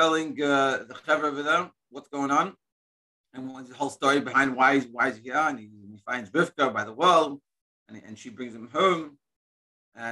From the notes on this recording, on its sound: Daily Zoom Shiur.